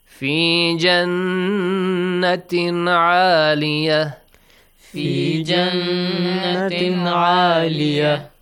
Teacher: عالية starts with the عين. عين is a throat letter. The rule? إظهار.